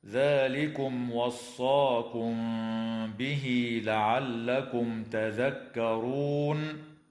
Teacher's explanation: تظهر الميم في كلمة ذلكم وفي كلمة لعلكم